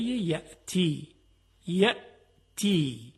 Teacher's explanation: وقتی که همزه رو ما میگیم تارهای صوتی به هم میچسبه، اجازه عبور هوا و صدا رو نمیده و تا این تارهای صوتی از هم جدا نشن همزه تلفظ نمیشه.